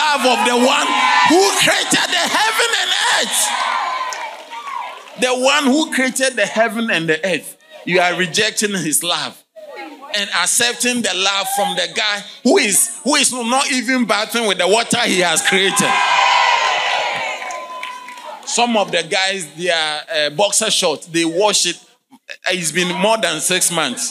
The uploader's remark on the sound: Sermon delivered on Tuesday, May 14, 2023, at LCI Mega-Church in Cape Town, South Africa.